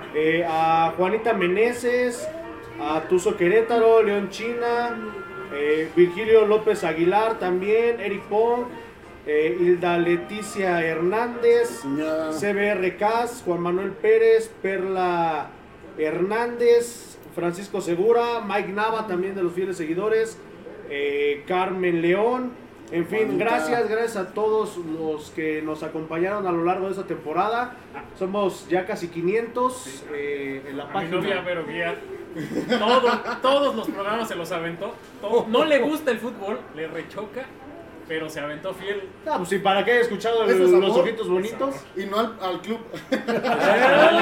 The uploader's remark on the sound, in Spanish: Estamos en vivo desde Java Cafe